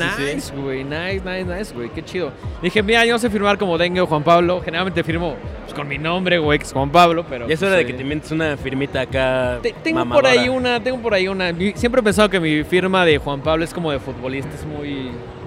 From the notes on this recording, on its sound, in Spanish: Primer programa grabado desde la Mole.